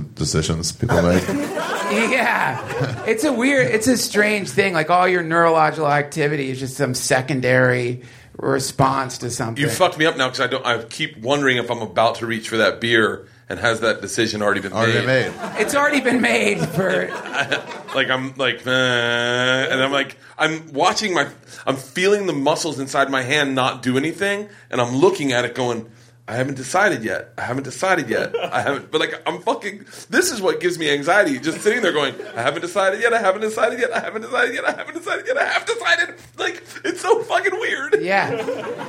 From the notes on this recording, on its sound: Live from the Just For Laughs Comedy Festival in Montreal. Sit down with me infront of a live audience.